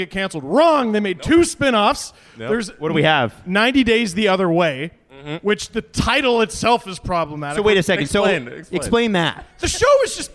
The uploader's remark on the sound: We're live from Bright Lights in Toronto with Lord Simcoe Brewing! Q&A with the crowd!